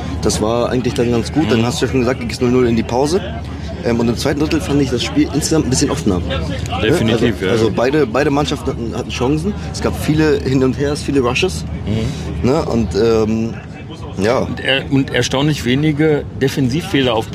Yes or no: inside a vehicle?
yes